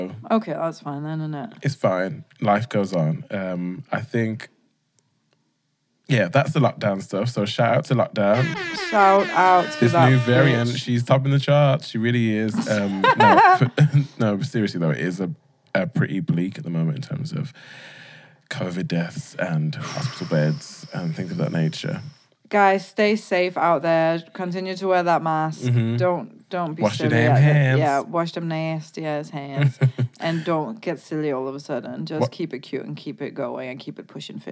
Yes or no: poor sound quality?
no